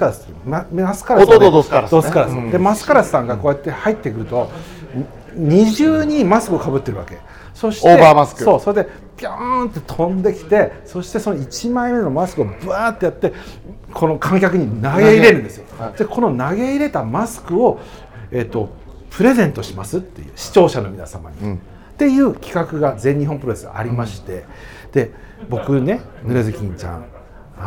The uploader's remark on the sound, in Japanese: 万平蒸祭 in ホテルマント富士 でスナック濡れ頭巾を行った際の公開収録。